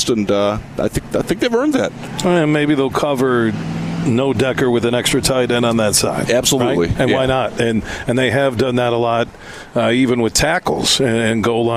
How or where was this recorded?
busy venue